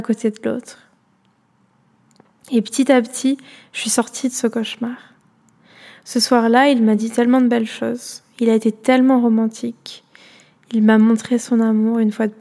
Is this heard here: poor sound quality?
no